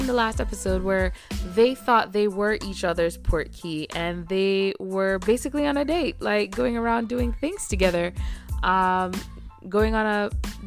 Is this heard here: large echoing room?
no